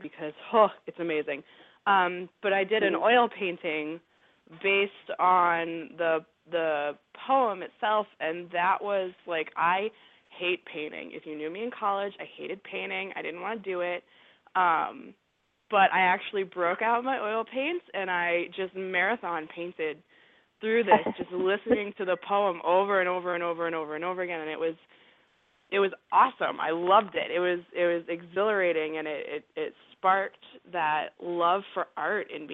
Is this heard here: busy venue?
no